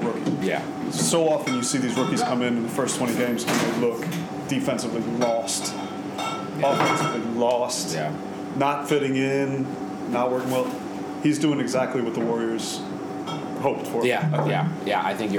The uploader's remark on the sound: Recorded from Pompette Wine Shop in Harlem, New York. Please forgive extraneous noise.